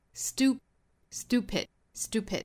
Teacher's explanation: stupid, that it's 也是两个虚词做弱读，要读得很快的。最后的 it's stupid 同样是前面的 ts 再跟后面的 s 做同化，只发前面的这一个，稍微时间延长一点。It's stupid, stupid,stupid。包括还有一点要注意的呢，就是 stupid 里面的这个字母 t，那这里面呢，前面是因为有了一个 s。后面的这个清辅音呢，我们不送气了，发一个类似于一个 d d 的发音